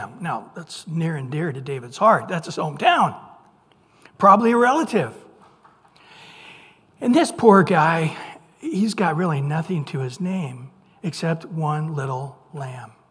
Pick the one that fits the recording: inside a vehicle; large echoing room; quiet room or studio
large echoing room